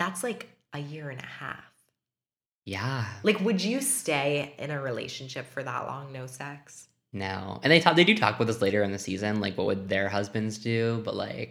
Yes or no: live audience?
no